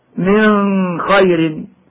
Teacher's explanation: يخفي النون الساكنة قبل الخاء مع بقاء الغنة